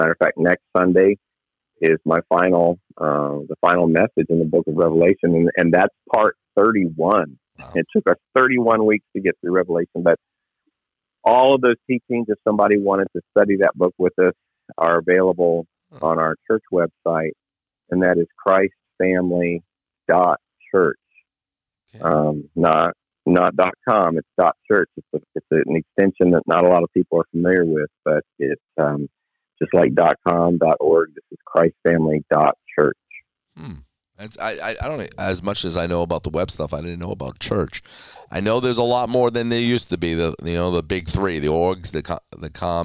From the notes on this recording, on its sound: Location: The Millennium Beat, LLC Office (Phone).